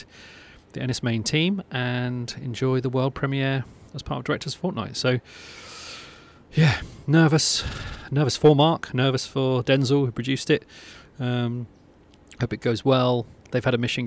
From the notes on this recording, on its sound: An audio diary from the 2022 International Festival de Cannes. Some of the diary entries are a bit peaky due to mediterranean winds, so please bear with some of the audio segments of the diary.